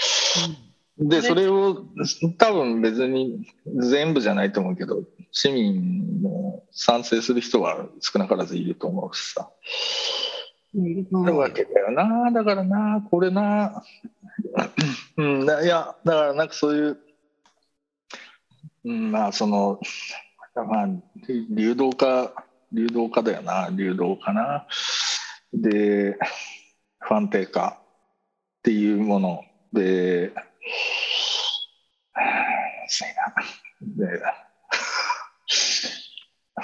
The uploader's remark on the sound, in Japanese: 本音声はビデオ会議サービス「Zoom」を使用し収録しています。一部聞き取りづらい箇所があります。